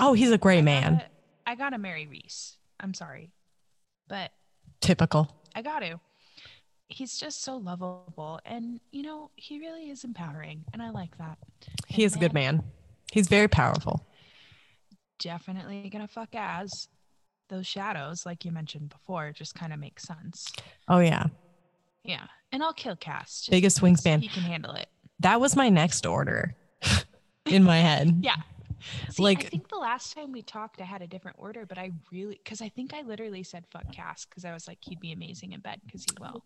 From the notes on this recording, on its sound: We apologize for the sound quality and feedback.